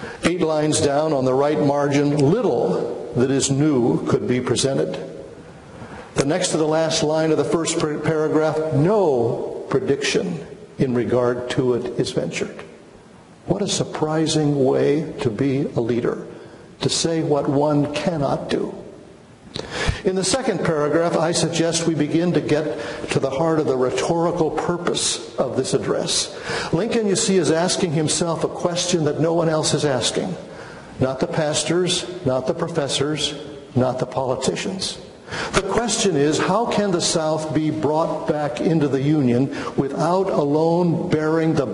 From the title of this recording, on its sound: Chapel Lecture